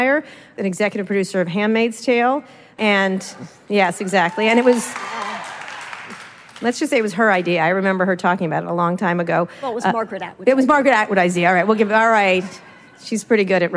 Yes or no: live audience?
yes